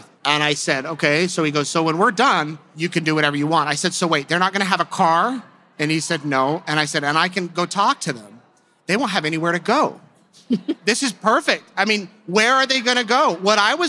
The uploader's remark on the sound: This live episode was recorded at CrimeCon in Las Vegas in April 2022.